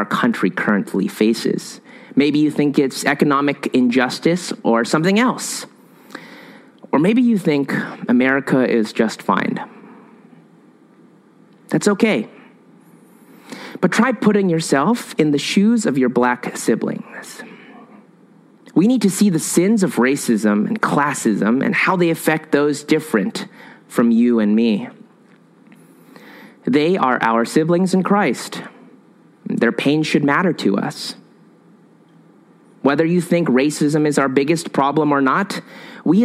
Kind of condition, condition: setting, large echoing room